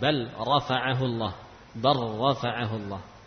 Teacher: Lam sukun bertemu ra, hukumnya idgham.